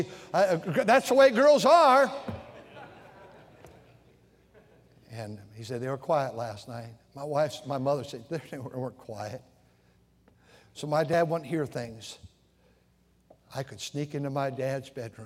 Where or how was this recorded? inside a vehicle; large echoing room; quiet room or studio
large echoing room